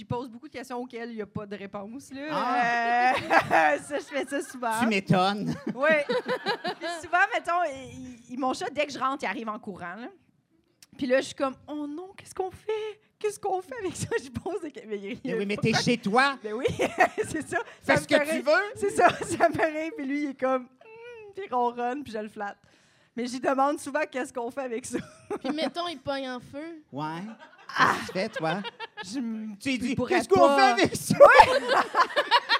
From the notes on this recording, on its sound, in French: Dans cet épisode Live un brin crunchy